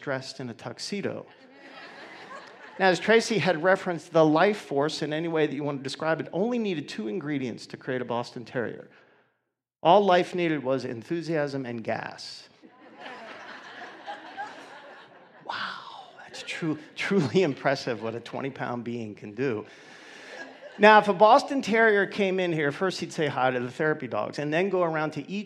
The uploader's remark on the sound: 2019 Awareness Conference